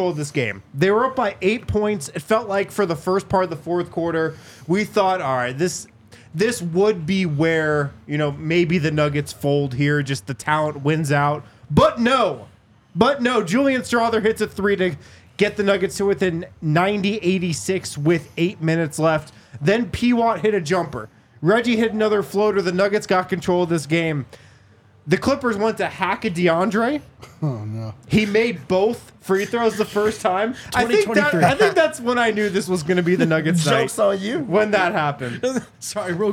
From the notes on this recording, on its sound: come to you LIVE from the DNVR Bar